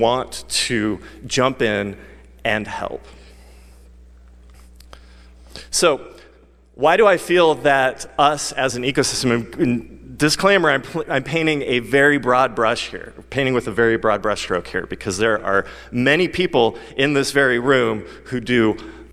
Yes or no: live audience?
yes